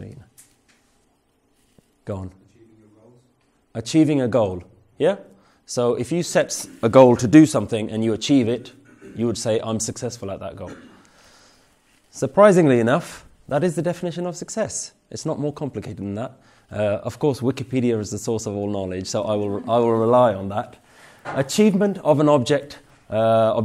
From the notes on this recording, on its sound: presented at Warwick University, UK